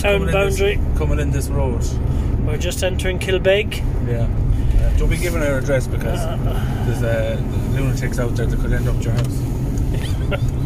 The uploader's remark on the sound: In the sattelite cruiser on the way from the dome. Instant reaction while I'm driving the cruiser home.